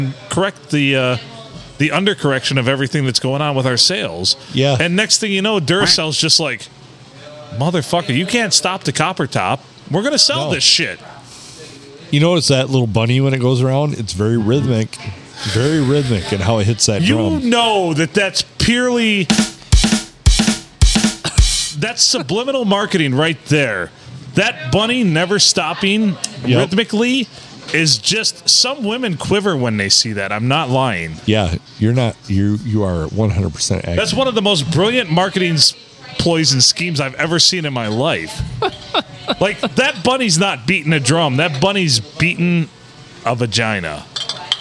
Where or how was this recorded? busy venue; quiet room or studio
busy venue